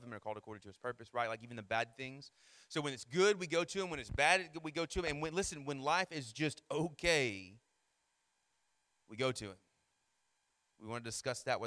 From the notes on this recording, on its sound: Sermon Audio from our Worship service